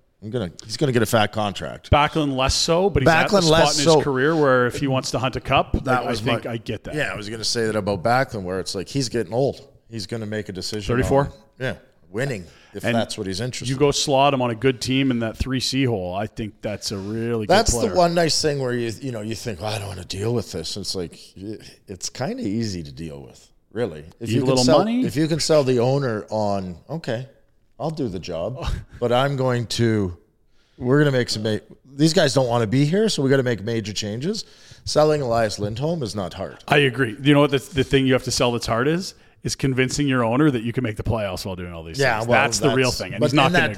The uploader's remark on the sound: LIVE from the Grey Eagle Resort & Casino.